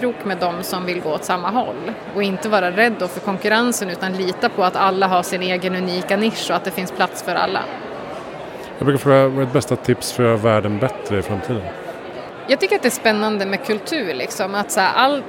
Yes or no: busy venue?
yes